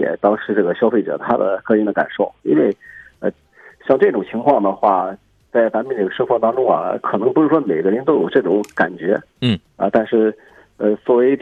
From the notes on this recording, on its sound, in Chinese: 节目现场联系汽车专家、鉴定专家、车主、4S店负责人